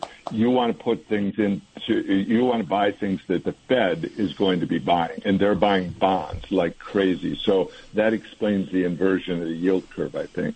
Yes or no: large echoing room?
no